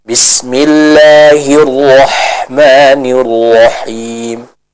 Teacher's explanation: Jadi yang baca itu masih tercampur dengan suaranya huruf Kh, jadi belum sempurna bacaan huruf H-nya. Harusnya yang lebih tepat huruf H ini dibaca dengan suara yang bersih ya, tidak ada suara seperti huruf kh-nya.